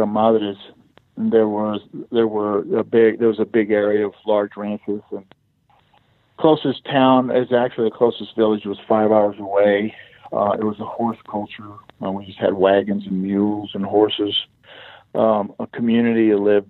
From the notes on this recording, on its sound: on the phone, where he was gracious enough to take time away from one of his New Mexico operations to chat with me